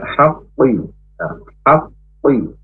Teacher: harus makhrajnya dari tenggorok, dari pangkal lidah